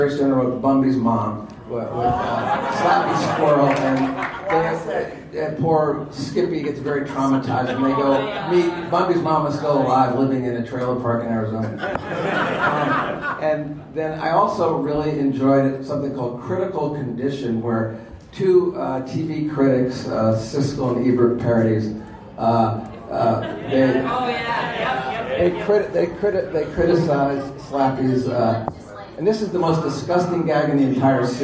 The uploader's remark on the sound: panels at Twin Cities Con in Minneapolis from November 3-5, 2024